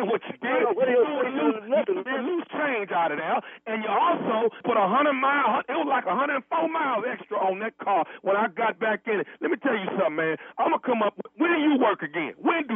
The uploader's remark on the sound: calls the dude at valet parking